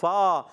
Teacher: اوپر کے دانتوں کے کنارے جب نچلے والے ہونٹ سے لگتے ہیں تو ادا ہوتا ہے فا